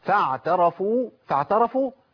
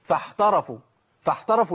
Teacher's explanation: يبقى انا لو مشيت نفس في العين تنقلب الى حاء · Shown in: second take · نجيب مثال تاني، يعفون، ده الصح، الخطأ يعفون، يعفون، يا عم خد بالك، الله يكرمك.